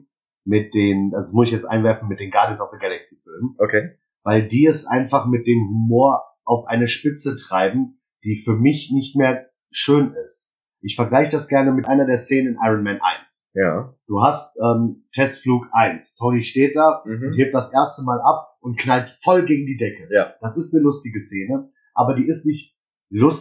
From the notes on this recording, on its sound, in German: Für die erste Pilotfolge haben wir leider fürchterliche Soundqualität, die wir auch mit allen FIltern nicht verbessern konnten.